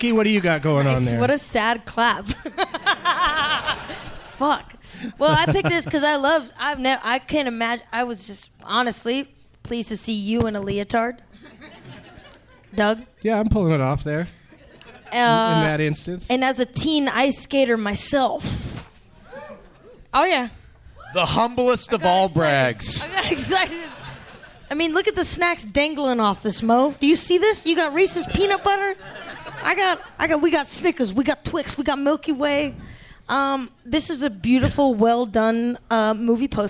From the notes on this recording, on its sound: Live from the Helium Comedy Club in Portland